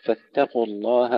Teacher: ترقيق التاء قبل تفخيم القاف